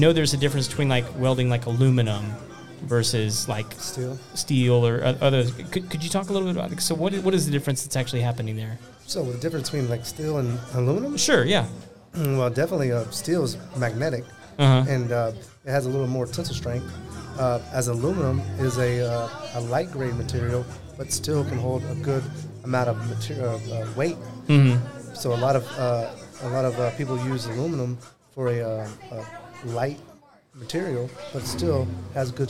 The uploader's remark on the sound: Live Networking Event at Baker Street Pub. At a live event in The Woodlands TX.